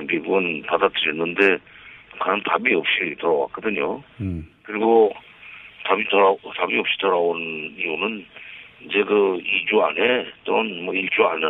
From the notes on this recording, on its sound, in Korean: 전화연결